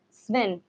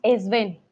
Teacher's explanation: siempre ponemos una E al principio, luego la S · Shown in: second take